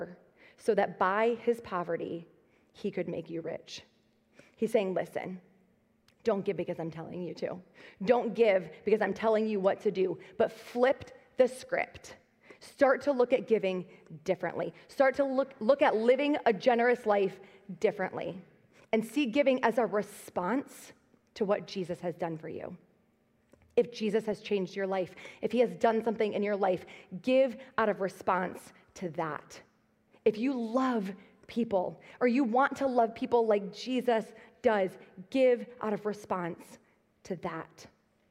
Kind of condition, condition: setting, large echoing room